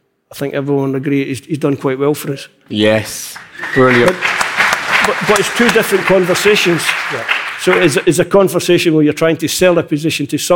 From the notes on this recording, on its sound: This podcast was recorded live at the Queen’s Hall in Edinburgh.